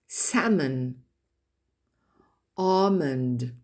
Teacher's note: vous n'entendez pas la lettre L prononcée